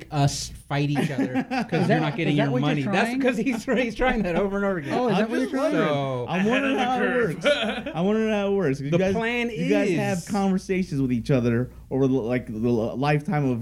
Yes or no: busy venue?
yes